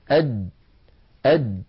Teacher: فلو قلنا أد نجد بأن المخرج ينقفل تماما · Term: شديد